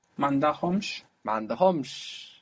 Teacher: we have the accent on the end here because we have two consonants on the end. And two consonants constitute a strong syllable, and if they're on the end, they will pull the accent onto the end.